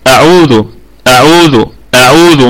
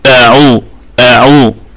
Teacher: لابد أن آتي بمد طبيعي في الهمزة الأولى · Shown in: second take · أعو، ثم آتي بالضمة على الذال.